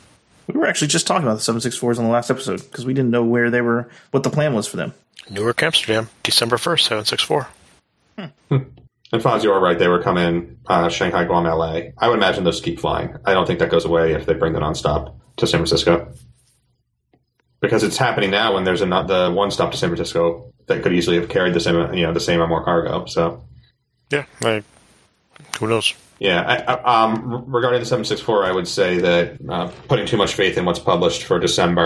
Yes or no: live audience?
no